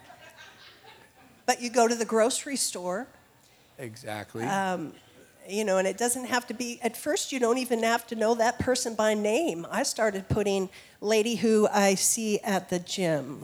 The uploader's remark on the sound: A panel of GCC Campus Pastors from all 7 locations. This panel was part of our Inspire Leaders Conference 2022.